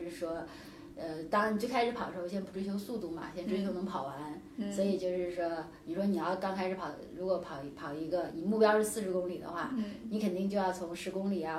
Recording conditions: poor microphone